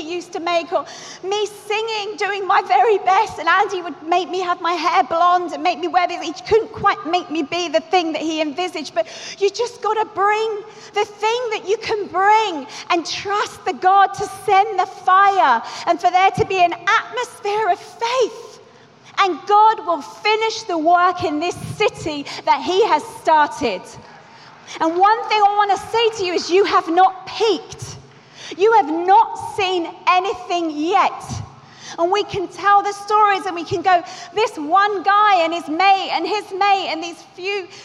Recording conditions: busy venue